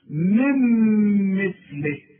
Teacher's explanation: الإضرام، هنقول بسورة من مثل، شوف من أقولها لك كأن النون غير موجودة